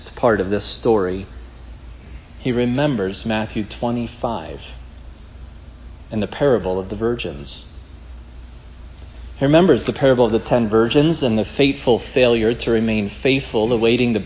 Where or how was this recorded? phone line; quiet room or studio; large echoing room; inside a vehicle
large echoing room